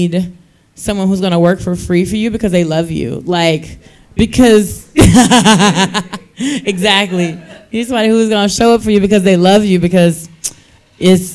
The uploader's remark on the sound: Our live recording at the She's Got Drive event at Recycled Modern in Hyde Park.